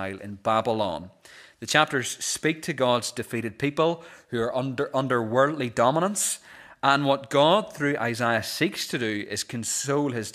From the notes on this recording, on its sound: This is the recording of the Bible reading and sermon from our morning service on Sunday 3rd December 2023.